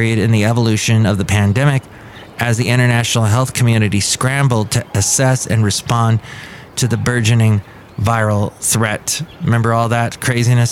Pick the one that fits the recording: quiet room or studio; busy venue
busy venue